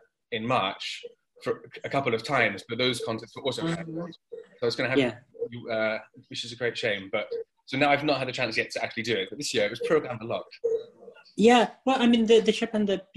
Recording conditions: video call